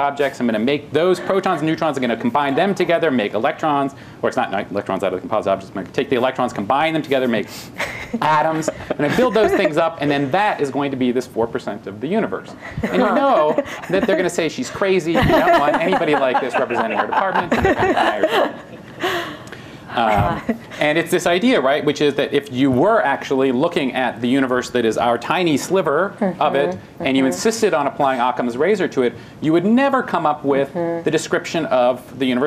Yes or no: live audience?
yes